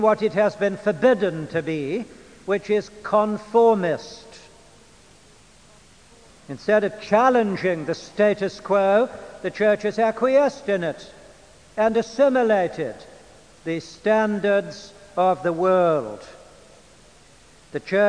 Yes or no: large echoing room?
yes